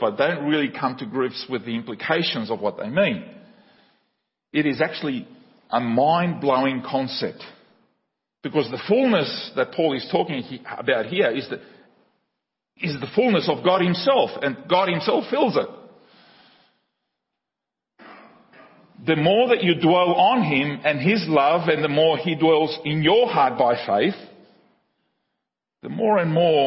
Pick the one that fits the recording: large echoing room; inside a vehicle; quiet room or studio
large echoing room